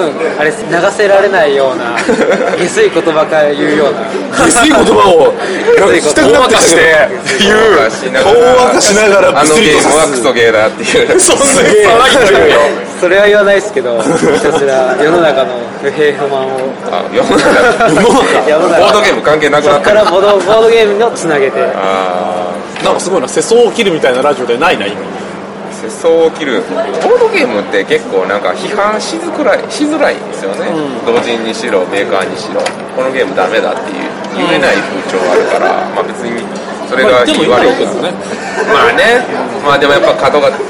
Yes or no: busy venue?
yes